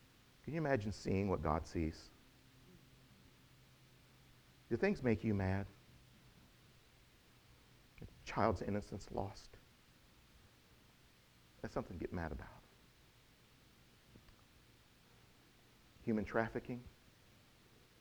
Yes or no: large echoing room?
yes